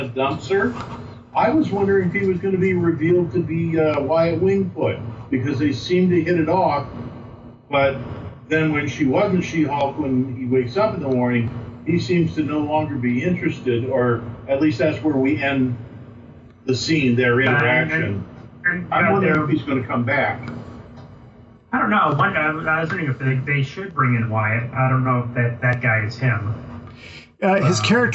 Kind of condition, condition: fault, poor sound quality